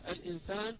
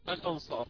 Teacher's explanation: الفرق أن غنة الإنسان مرققة لأن بعدها سين، وغنة الأنصار مفخمة لأن بعدها صاد، وهو من حروف التفخيم في الصوت القض. · Term: غنة الإخفاء